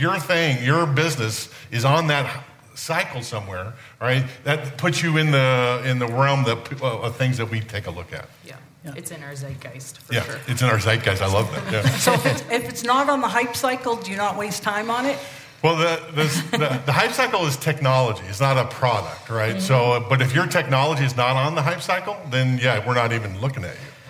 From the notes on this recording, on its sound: At the 2022 Cyber Marketing Con, the CyberWire presented a CISO Q&A panel session. Additional bonus questions submitted by attendees.